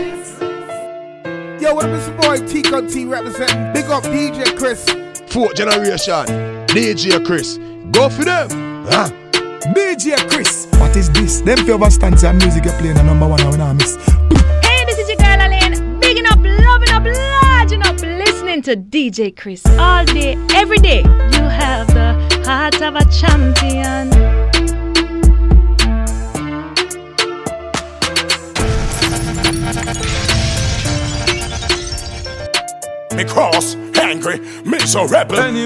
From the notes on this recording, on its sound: waffle factory happy hour ( no mic )